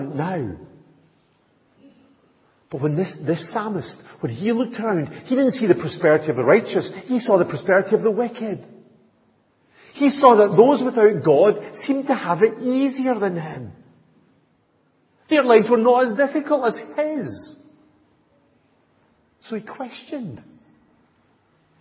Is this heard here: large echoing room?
yes